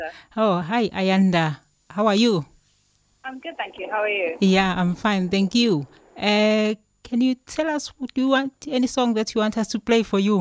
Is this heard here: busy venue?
no